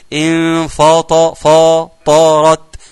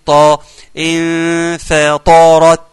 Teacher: اوعى تخلي الطاء المفخمه تشد الفاء المرققه · Shown in: second take · وتقول ايه انفط فطارت ده خطا انفا لحد الفاء بخلصها مرققه